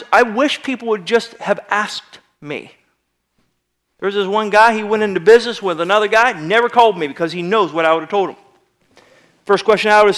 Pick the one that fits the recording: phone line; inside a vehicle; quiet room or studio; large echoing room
large echoing room